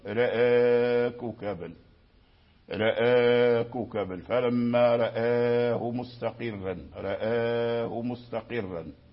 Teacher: رأى الراء ما عنده ألف، من رأى ورآه ما عنده ألف، لكن لما أمالوا الهمزة والهمزة مجاورة للراء أمالوا حتى الراء · Term: الإمالة للإمالة